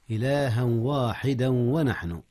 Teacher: والإدغام هو نفسه، إلها واحدا ونحن، التنوين في الواو، إدغام بغنة